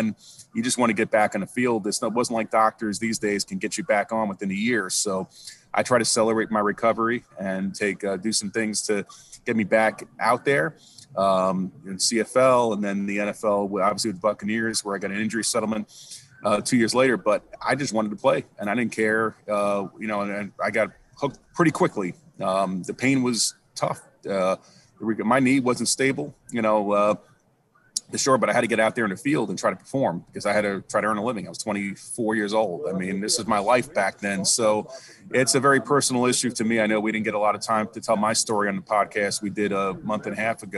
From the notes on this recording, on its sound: Radio Row in Tampa Bay. Live from Radio Row.